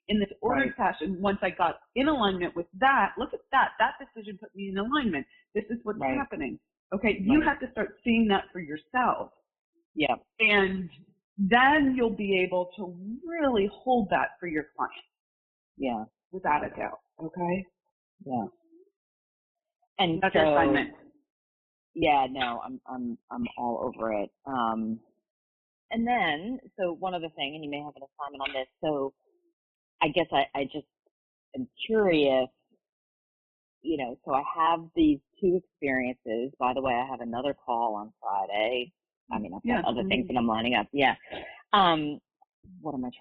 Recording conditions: poor sound quality